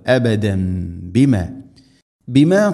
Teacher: യത്തമന്നൗഹു അബദം ബിമ തൻവീന് ശേഷം ബാ തൻവീനിനെ മീമാക്കി മണിച്ചുകൊണ്ട് ഉച്ചരിക്കണം. സാക്കിനായ നൂനോ തൻവീനോ ശേഷം ബാ വന്നാൽ അതിനെ മീമാക്കി മാറ്റും, അതാണ് ഇഖ്ലാബ്.